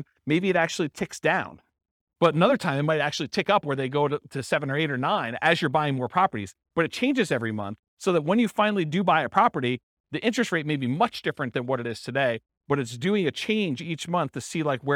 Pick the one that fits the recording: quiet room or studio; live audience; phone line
live audience